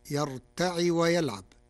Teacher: قرأ ورش كلمة يرتع بكسر العين فتصير يرتع ويلعب، من ارتعى أي افتعل من الرباعي، والفعلان مجزومان على جواب الشرط المقدر.